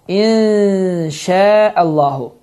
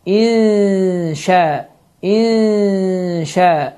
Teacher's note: n səsi ixfə olunur, gizlənir, 2 hərəkə miqdarında uzadılır və ixfə qaydasına görə bu sözlərin oxunuşu belədir.